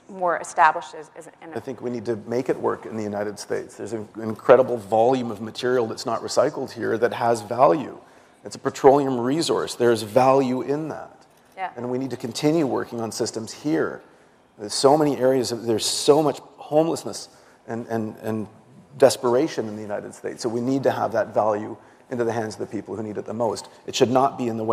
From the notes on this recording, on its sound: The best of live interviews from GreenBiz events.